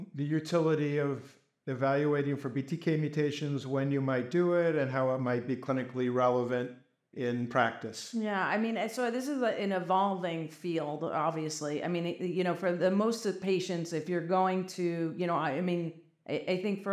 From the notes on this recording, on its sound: A symposium that was recorded at the Society of Hematologic Oncology’s 11th Annual Meeting. A panel of leading CLL experts use conversational, case-based dialogue.